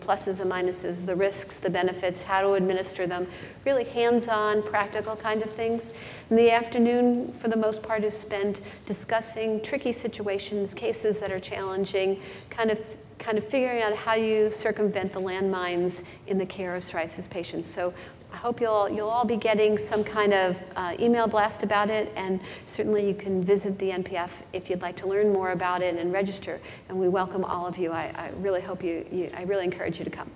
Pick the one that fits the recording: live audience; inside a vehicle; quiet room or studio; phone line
live audience